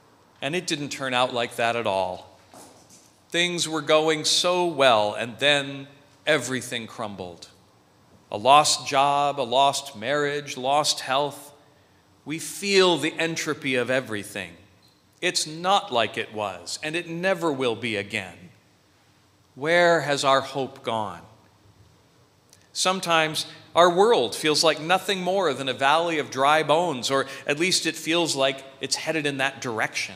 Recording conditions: large echoing room